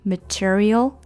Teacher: 注意你的这个音要往上扬一点点，material，而不是把它放下去